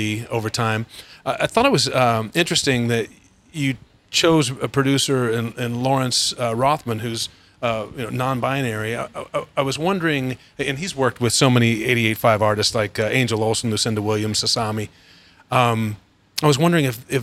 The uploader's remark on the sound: Desert 5 Spot, Los Angeles. 88FIVE Live sessions are recorded live on location.